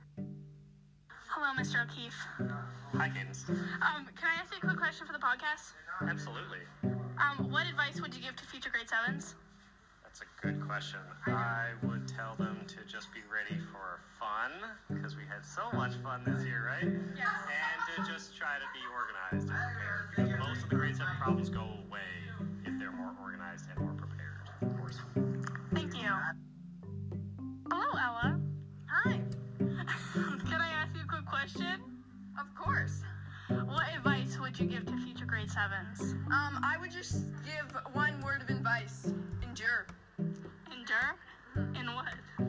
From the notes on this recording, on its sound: SORRY FOR THE BAD AUDIO. Here is an exclusive interview with some of the teachers and students in our school.